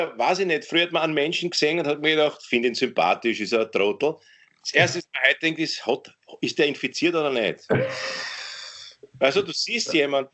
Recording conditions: video call